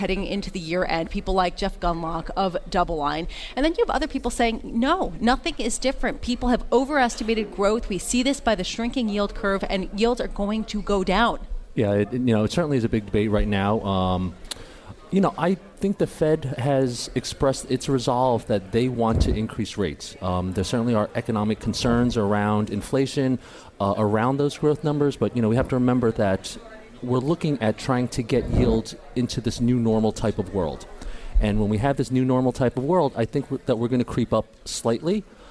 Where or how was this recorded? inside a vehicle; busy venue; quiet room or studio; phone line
busy venue